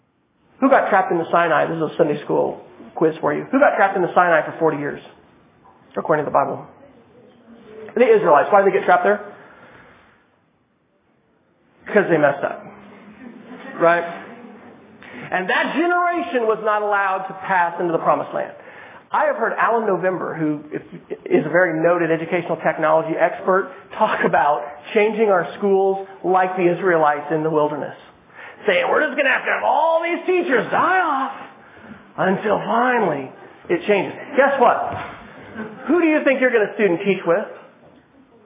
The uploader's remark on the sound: keynote presentation for students and faculty in the College of Education at the University of Oklahoma